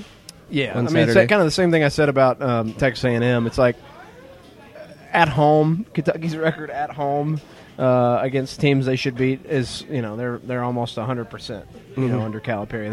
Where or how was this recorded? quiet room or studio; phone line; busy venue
busy venue